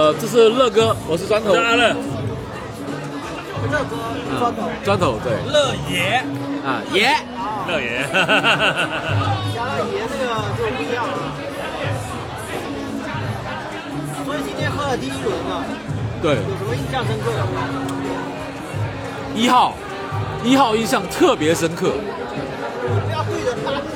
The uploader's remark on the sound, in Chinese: 本节目是我参加第六届厦门精酿年会的纪实。可以听到一些现场随机的采访。